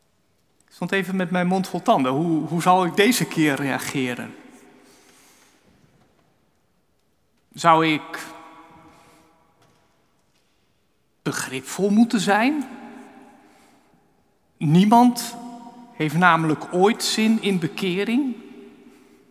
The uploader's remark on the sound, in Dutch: Opgenomen in de Noorderkerk te Amsterdam.